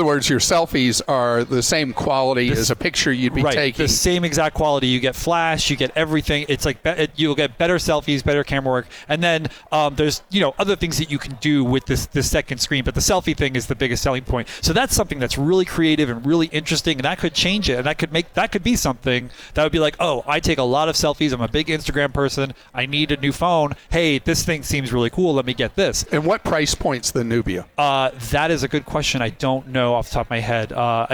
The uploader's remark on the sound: LIVE from CES